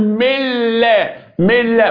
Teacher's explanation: اتقلبت للام ثم دغمت اللام مع اللام اصبحت لام مشدده · Term: ادغام